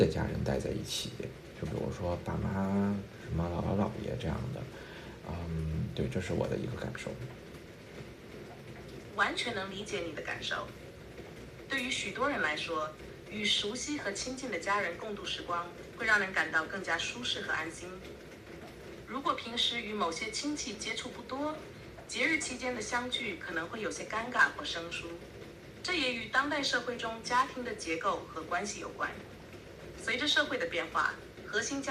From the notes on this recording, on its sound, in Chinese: 首先先抱歉，这期杂音有些大，家旁边很吵，希望你能够理解呀。前两天ChatGPT和用语音直接交流了，所以我也来尝试一下，和它聊聊中秋节的话题。我把它反应的时间剪掉了，大概每次二十多秒。